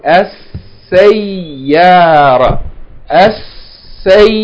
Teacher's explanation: Shadda on the ya and then elongation.